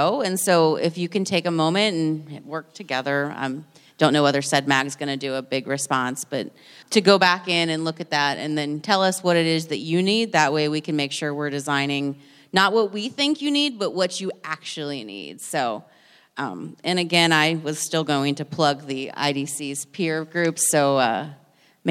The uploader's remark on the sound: Thank you all for listening to part two of our special live episode of "A Date with Data" with OSEP at IDC's ii23.